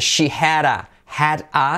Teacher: So, she, letra clave SH, she had a, had a, D como R suave, had a, letra semiclave H, she had a, y letra semiclave D como R suave